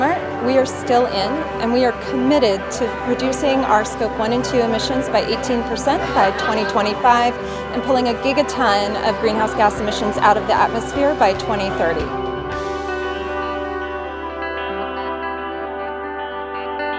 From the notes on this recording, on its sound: The best of live interviews from GreenBiz events.